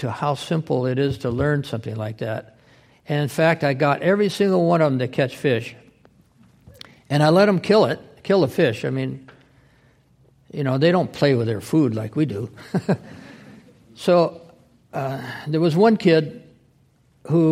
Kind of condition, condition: setting, live audience